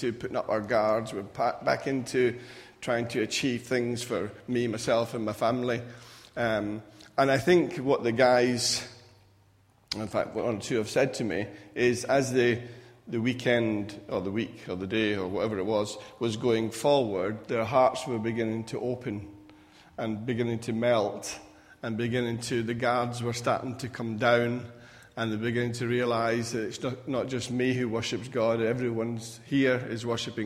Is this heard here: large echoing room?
yes